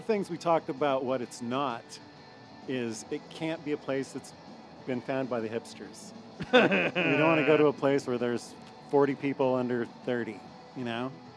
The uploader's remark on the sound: Recorded live at Woody's Bar on Aurora.